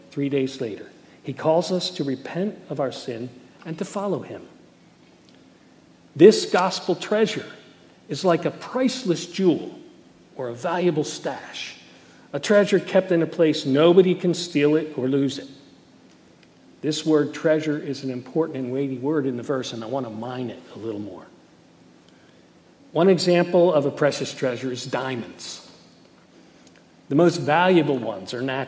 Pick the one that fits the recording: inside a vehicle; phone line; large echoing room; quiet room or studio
large echoing room